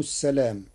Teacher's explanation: قرأ ورش كلمة السلام بحذف الألف بعد اللام فتصير ولا تقولوا لمن ألقى إليكم السلام من الانقياد.